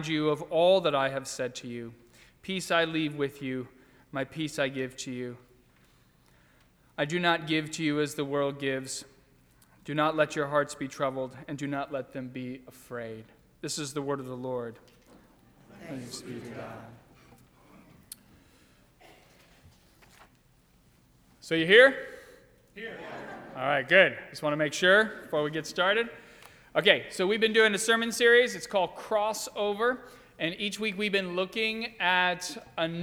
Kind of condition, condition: setting, large echoing room